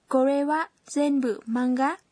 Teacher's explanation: Ở đây, cụm từ desu ka thường được dùng để kết thúc câu hỏi một cách lịch sự.Thì đã được lược bỏ. Vì thế bạn nhất định phải lên giọng khi nói để không bị nhầm là câu khẳng định.